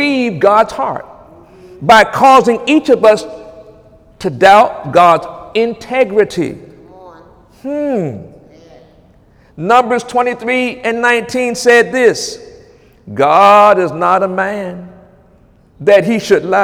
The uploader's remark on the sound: During Wednesday night service on September 13, 2017